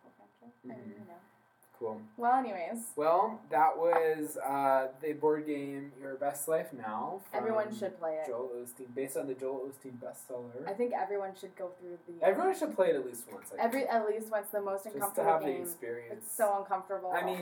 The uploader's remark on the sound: Apologies ahead of time for audio quality. We're new to this and we're still learning the technical side of things!